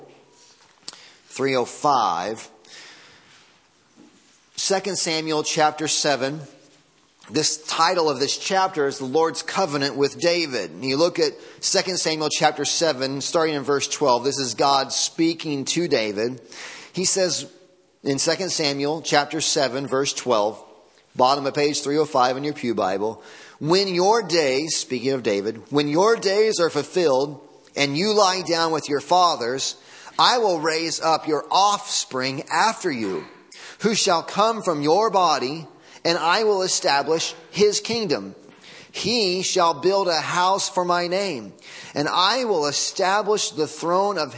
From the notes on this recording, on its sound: Audio from Sunday Morning Service.